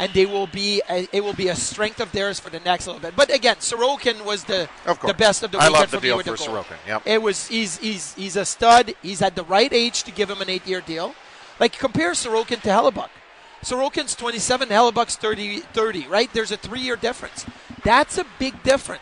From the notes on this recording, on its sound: live from Sabres development camp